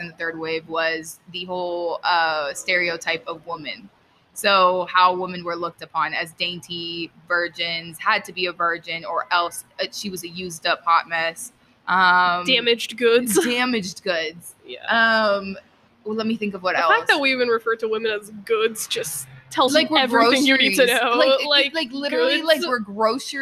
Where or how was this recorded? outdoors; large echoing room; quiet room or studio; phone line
outdoors